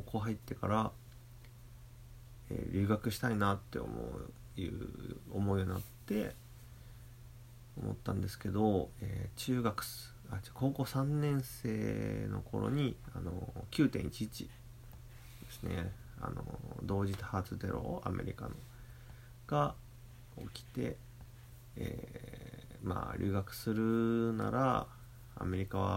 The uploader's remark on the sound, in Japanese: ウェブの仕事をしながらiPhoneで録音。編集なし。